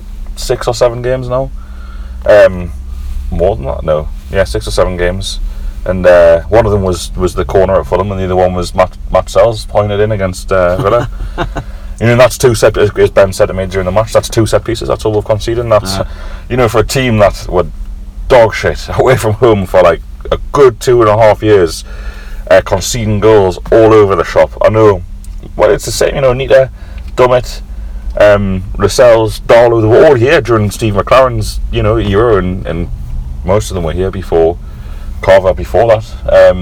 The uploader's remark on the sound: Record for you live from Mecca Bingo car park in Barnsley.